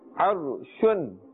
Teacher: And here we can see the ayn has a fatha, and this is before the raw sakin. So that raw sakin, it must be pronounced with a thicker tone.